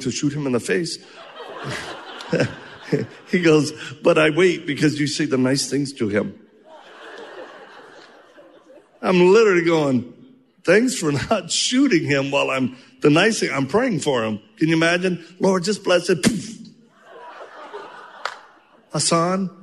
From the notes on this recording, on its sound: Q&A session with the Freedom Night audience at Dream City Church.